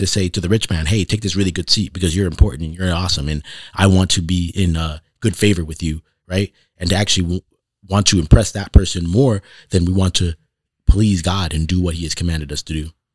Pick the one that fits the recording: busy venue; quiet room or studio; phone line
quiet room or studio